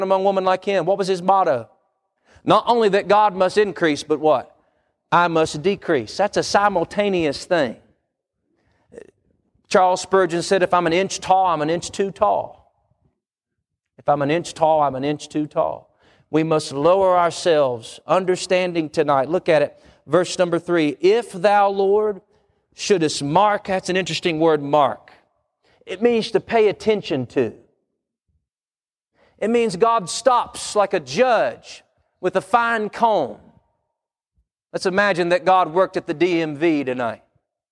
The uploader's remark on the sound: Wednesday PM Service